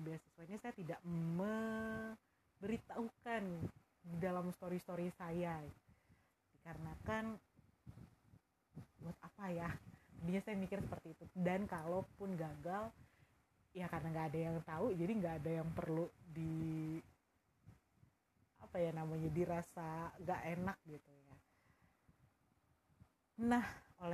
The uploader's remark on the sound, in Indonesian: Sorry kalau suara rekamannya raw banget. Soalnya impulsif aja rekaman dan upload.